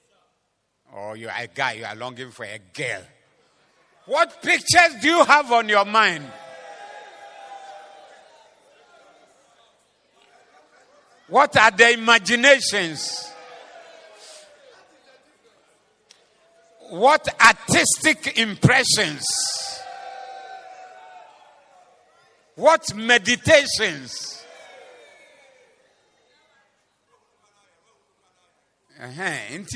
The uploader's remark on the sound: Preached at the Zeloo Service 14052023.